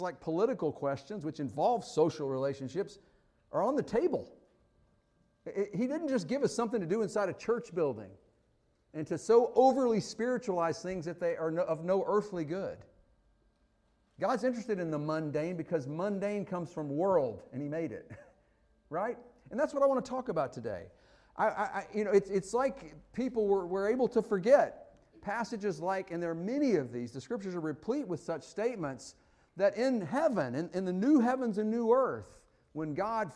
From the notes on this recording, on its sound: Fuquay-Varina church of Christ sermon audio from Sunday, April 16, 2023.